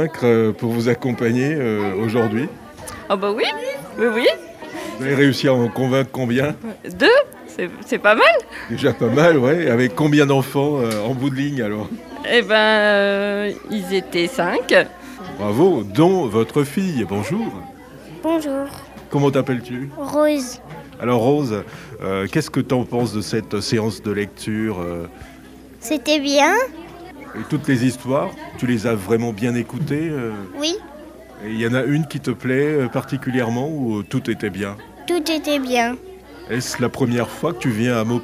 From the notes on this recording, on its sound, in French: Sur les radios de la FRAMA en direct du salon du livre.